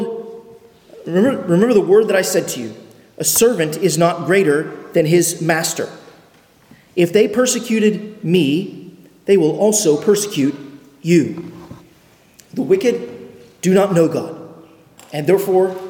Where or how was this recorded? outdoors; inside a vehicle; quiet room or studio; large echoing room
large echoing room